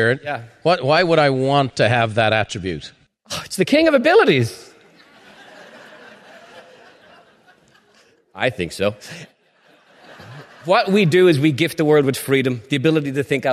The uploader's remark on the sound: Part of a live recording from The Peak Experience.